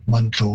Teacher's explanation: And again, also Manitou, all three syllables are being placed in the English pronunciation, whereas in Cree, it would be very common to sort of reduce that middle syllable right out of there. And Manitou, it sounds more like a two-syllable word.